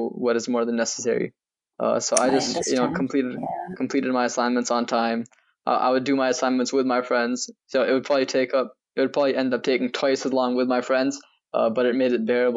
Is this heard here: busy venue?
no